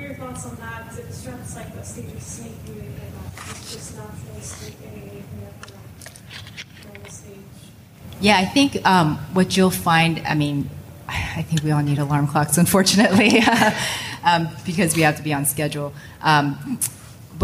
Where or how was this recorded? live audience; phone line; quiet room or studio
live audience